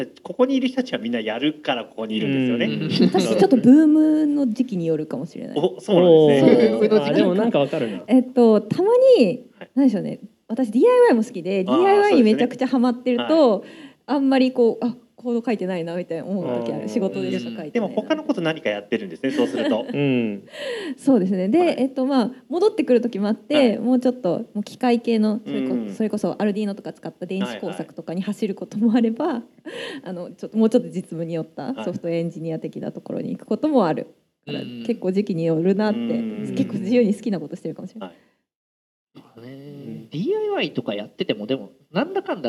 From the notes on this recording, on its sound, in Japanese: 公開収録。